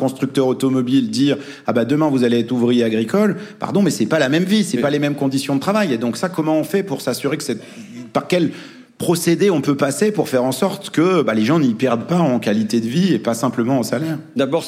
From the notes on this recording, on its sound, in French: enregistrement en public de Chaleur humaine, le 21 novembre 2023 à Paris, à la Bibliothèque nationale de France